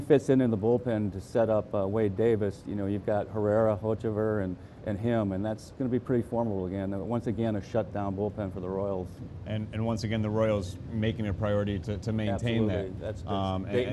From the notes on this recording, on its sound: live in Nashville at the Winter Meetings